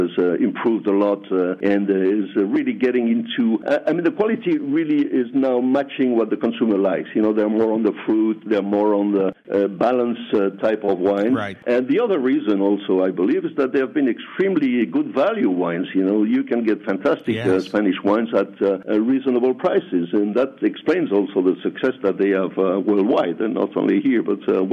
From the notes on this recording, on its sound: Welcomes him to the program by phone. Vinexpo Bordeaux.